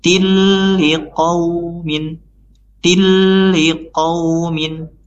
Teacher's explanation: tanpa dengung dan tanpa harus ditahan, langsung dimasukkan ya kasrotain pada huruf ta di sini, langsung masuk ke huruf lam